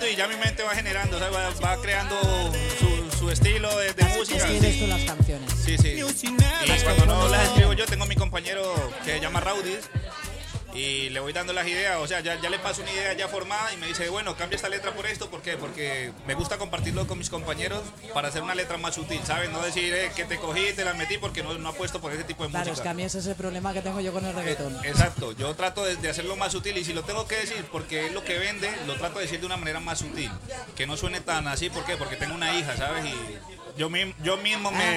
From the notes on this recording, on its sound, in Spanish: TERTULIAS MIRAIXO TERCERA PARTE desde Restaurante Bon Pas.